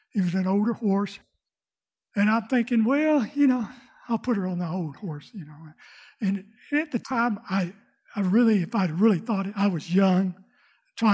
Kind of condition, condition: setting, large echoing room